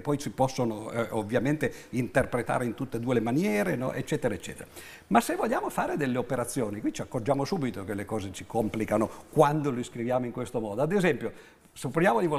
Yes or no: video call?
no